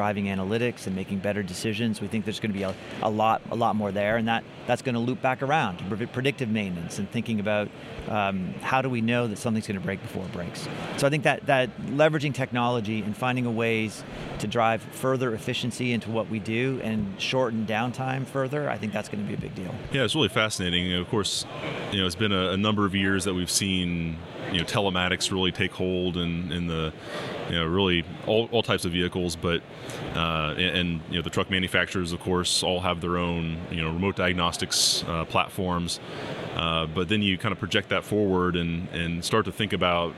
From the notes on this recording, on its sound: On the show floor of the Technology & Maintenance Council's annual meeting.